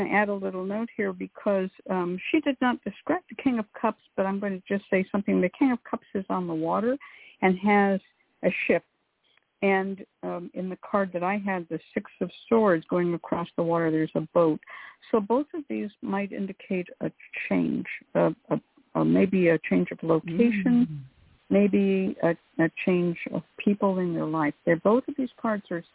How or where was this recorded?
phone line